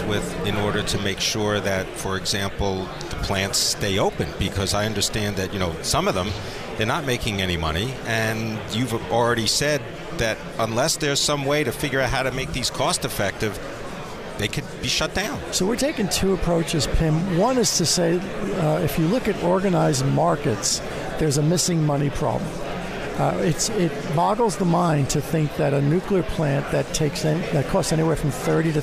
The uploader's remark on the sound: Live from the 2017 Future of Energy Summit